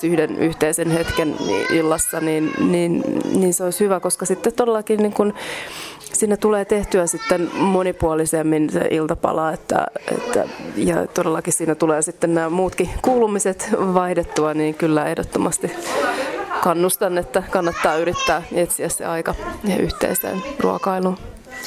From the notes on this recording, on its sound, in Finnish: tapasi pienten lasten vanhempia Mannerheimin Lastensuojeluliiton Nöykkiön perhekahvilassa